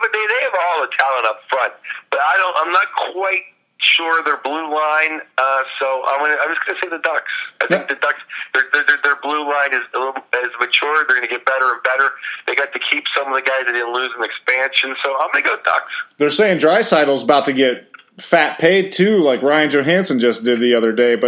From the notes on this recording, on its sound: We make podcast history with the first call in from a land line to a flip phone.